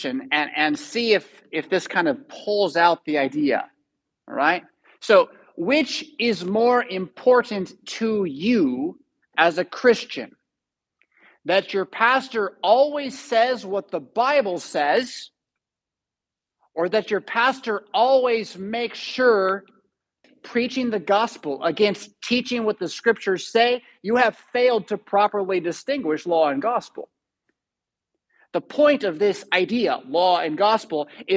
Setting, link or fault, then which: setting, large echoing room